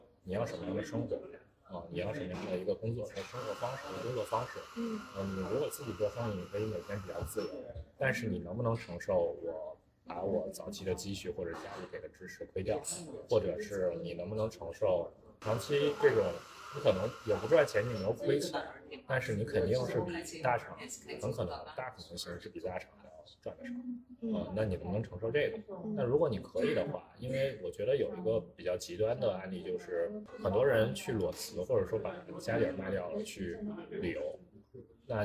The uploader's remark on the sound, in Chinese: 因为当时录音环境太嘈杂